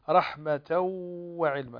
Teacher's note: تنوين وبعده الواو، والواو من حروف الإدغام بغنة